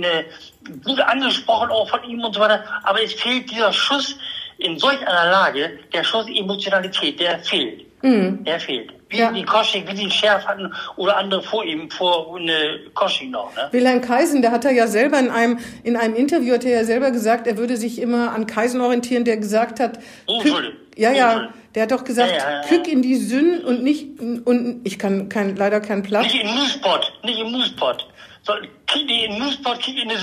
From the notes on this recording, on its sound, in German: findet auch dieses Mal aus Infektionsschutzgründen per Telefon-Schalte statt